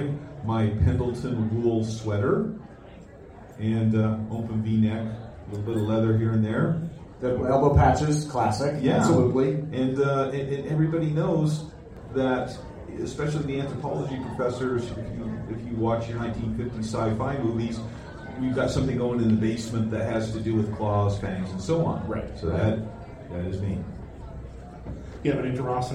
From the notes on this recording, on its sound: Recorded in front of a live audience at Fan Expo Portland! We did have someone who worked in the industry in the live audience!